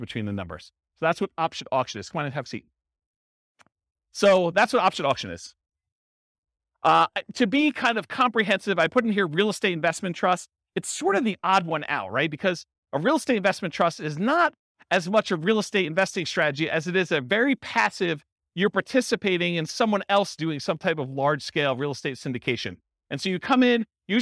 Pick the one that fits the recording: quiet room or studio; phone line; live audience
live audience